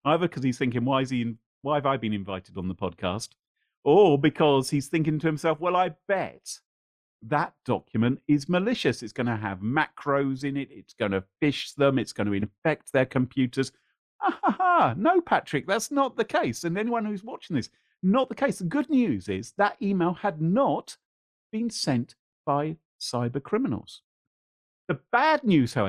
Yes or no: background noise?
no